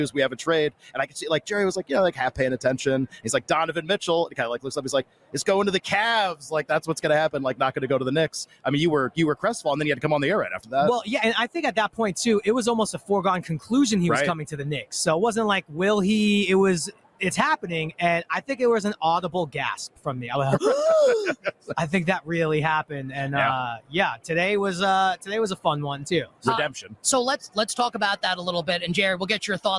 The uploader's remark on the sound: LIVE FROM RADIO ROW!